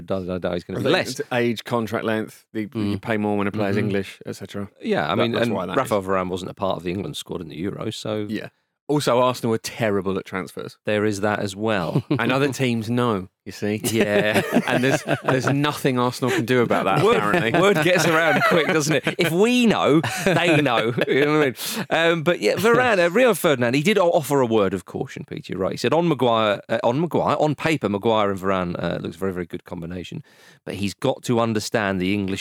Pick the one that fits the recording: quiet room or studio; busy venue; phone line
quiet room or studio